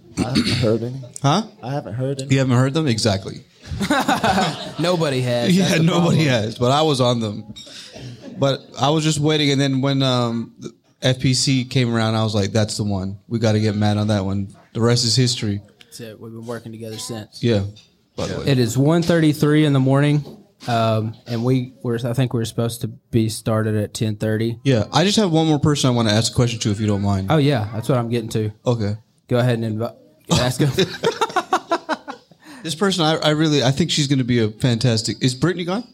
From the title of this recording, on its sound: LIVE at Bennett's